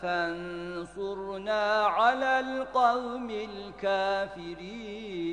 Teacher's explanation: Fen surna kelimesinde ihfa gunnesi var.